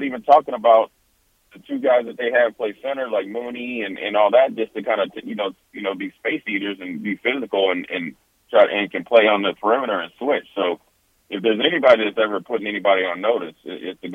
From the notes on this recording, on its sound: Joins us over the phone.